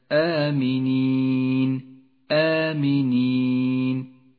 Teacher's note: إشارة إلى زمن وموقع المد. مد البدل في كلمة آمنين، آمنين، يمد حركتين وهو كل همز ممدود